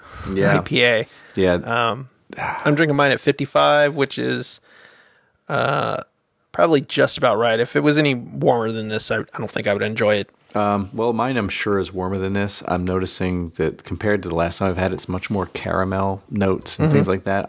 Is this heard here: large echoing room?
no